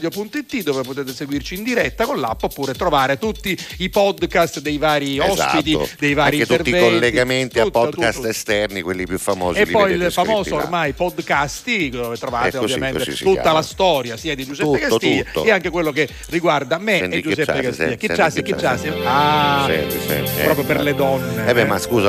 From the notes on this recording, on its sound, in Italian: Al telefono